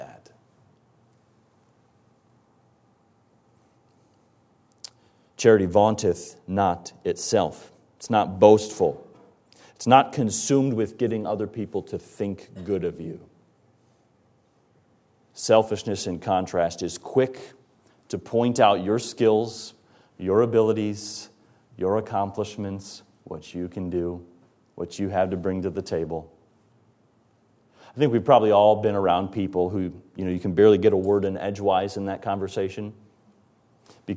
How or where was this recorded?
large echoing room